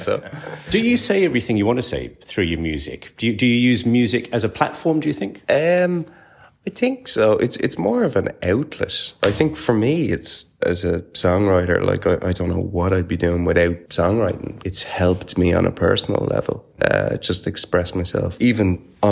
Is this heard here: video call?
no